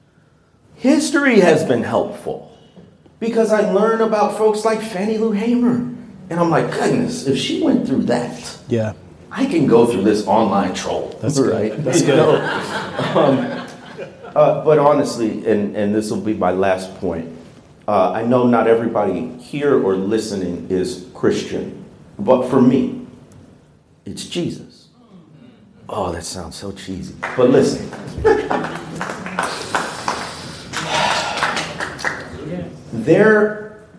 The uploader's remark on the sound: The Color of Compromise 5-Year Anniversary LIVE Event